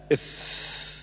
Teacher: بطن الشفة السفلى مع أطراف الثنايا العليا، ويخرج منه الفاء